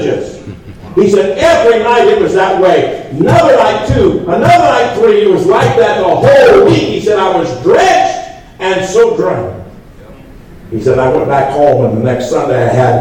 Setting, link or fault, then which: setting, large echoing room